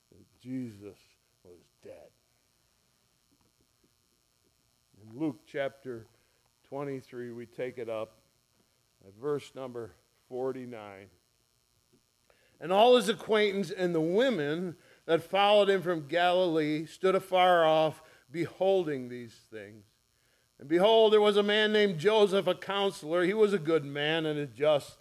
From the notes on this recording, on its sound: ESCBC Easter Sunrise First Service recorded on 04/09/2023